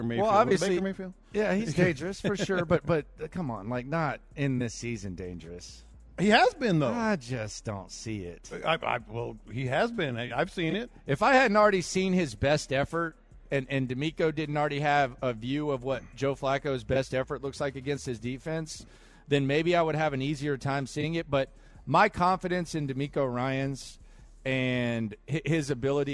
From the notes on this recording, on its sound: Live at the Bear Bryant Awards.